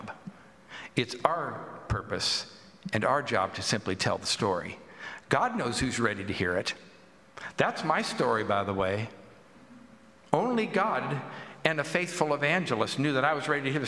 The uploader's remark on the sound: At the Pender UMC contemporary service on Sunday, August 13, 2023